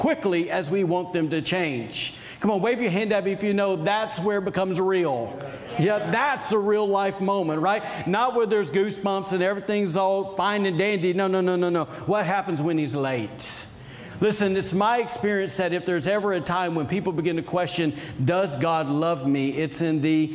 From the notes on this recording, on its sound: was recorded on Sunday, April 4th, 2021, during service at The Anchor Church in Rockport, Maine.